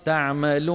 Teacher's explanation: أتى بالواو المطلوبة وزاد عليها صوتا زائدا وهو الغنة